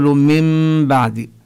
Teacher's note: بكل موضع جاءت فيه النون الساكنة وجاء بعدها حرف الباء تقلب هذه النون ميما، ميما مخفاة مع الغنة · Term: الحكم الثالث